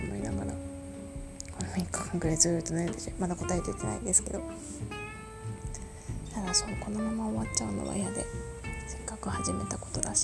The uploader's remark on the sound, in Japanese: 好きなバンドの曲を聞きながら収録していたので、音楽が少し入ってます。